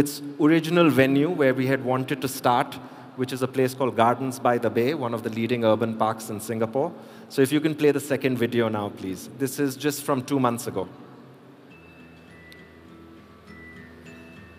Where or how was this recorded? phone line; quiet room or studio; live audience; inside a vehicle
live audience